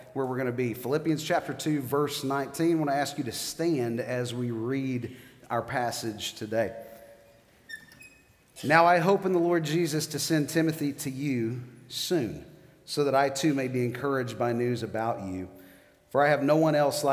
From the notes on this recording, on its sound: 7th message of the "Philippians" sermon series at The Fellowship. Recorded live on September 15, 2019.